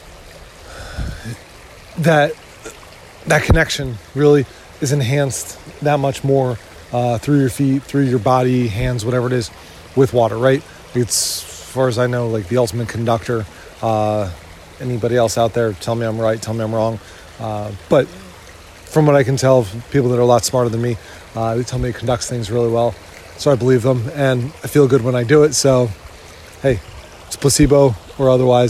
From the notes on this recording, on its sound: I try to get out in the woods a few times a week and some of them I plan to couple with a recording.